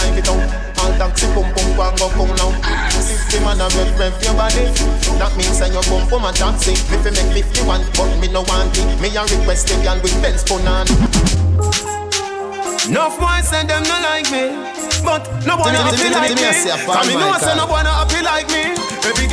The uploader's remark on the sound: live audio recording of my set at island saturdays on November 12th